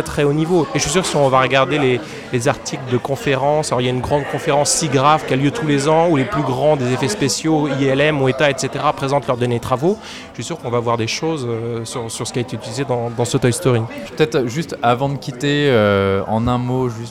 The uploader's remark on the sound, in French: Enregistré au Hurling pub (8 Rue Descartes, 75005 Paris), le vendredi 28 juin 2019.